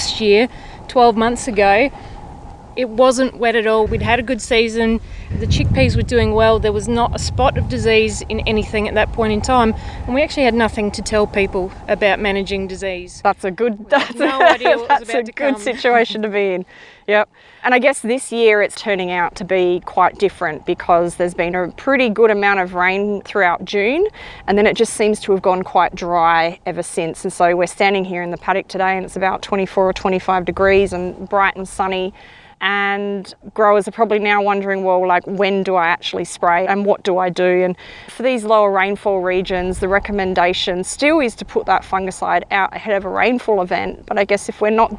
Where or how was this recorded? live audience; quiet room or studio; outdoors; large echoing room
outdoors